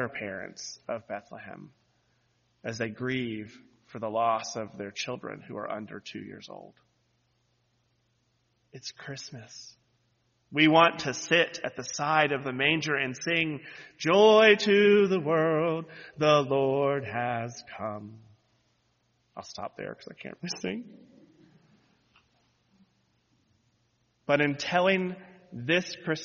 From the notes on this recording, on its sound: lead worship on New Years Day, January 1, 2023, where he delivered this sermon